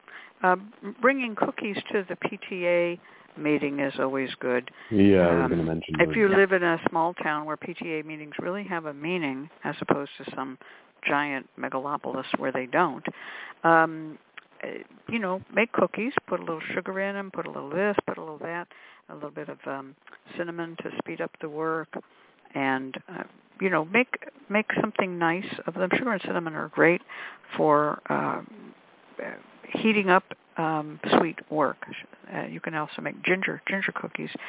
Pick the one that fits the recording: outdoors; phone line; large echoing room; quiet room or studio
phone line